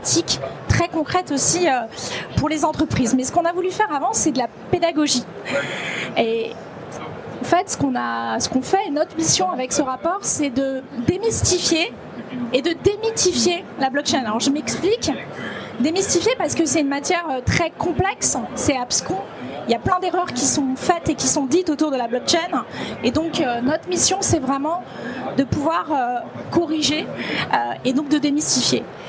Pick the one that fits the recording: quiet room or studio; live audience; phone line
live audience